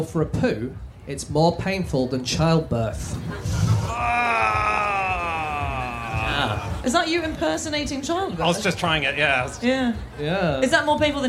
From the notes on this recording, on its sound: Live from the Wilderness Festival.